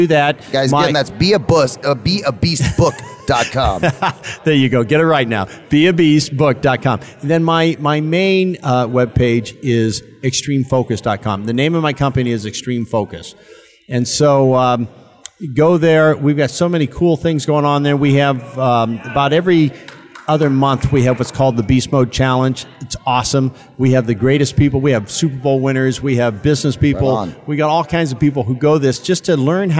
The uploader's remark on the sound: VoiceAmerica Broadcasts Live from CEO Space in Las Vegas.